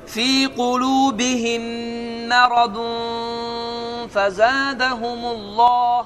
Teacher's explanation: Artıq N səsini tutdum, burunda tutdum